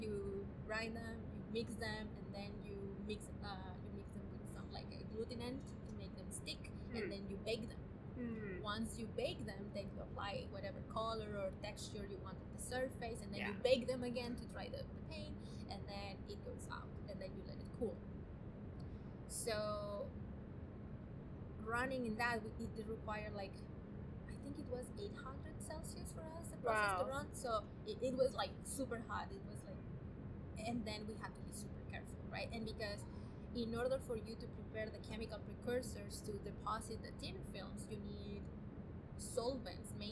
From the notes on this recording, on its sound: Apologies for the imperfect audio and background noise, this conversation was recorded outdoors!